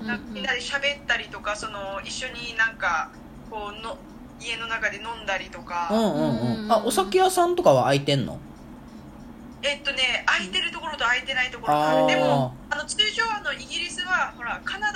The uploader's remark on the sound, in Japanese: LINE電話でのやりとりなので、声が遅れたり音質が悪いことがありますので、ご了承ください。